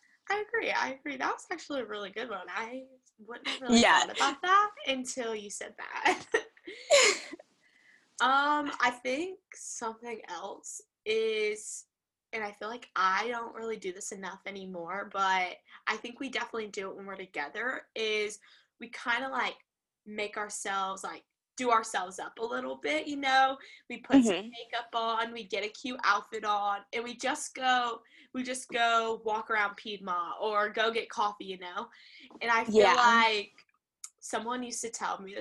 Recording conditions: video call